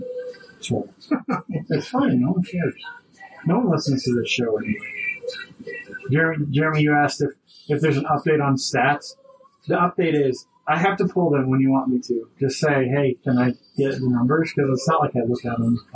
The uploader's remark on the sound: Sorry for the poor audio quality to start the show.